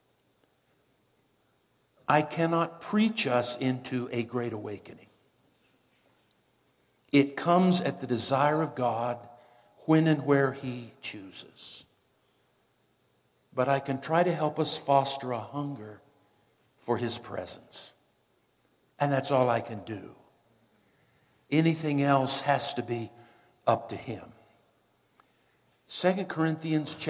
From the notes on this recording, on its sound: Woodland Life Church Live.